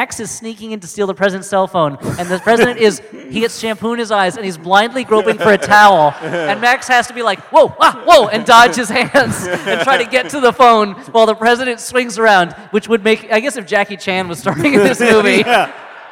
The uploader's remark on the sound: Geostorm LIVE. We bring you this second live episode, straight from the Historic Sixth & I Synagogue in Washington, D.C.